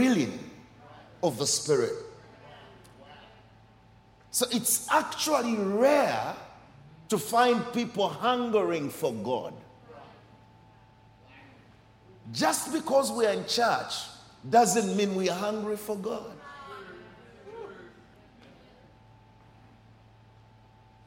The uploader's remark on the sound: Recorded during our 9am service.